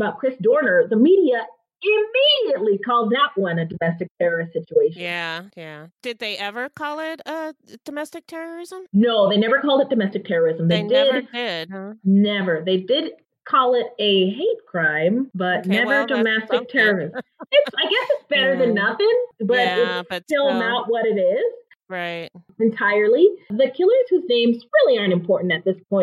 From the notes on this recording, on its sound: we were still working on some sound issues when we recorded this episode, so the sound quality is not great